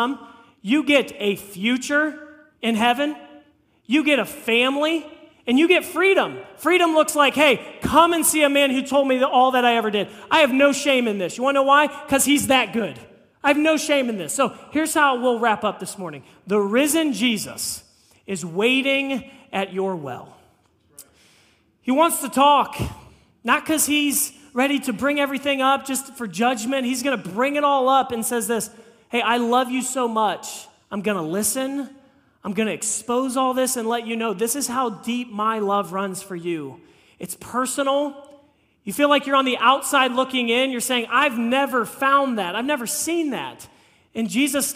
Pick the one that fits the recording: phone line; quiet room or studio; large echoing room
large echoing room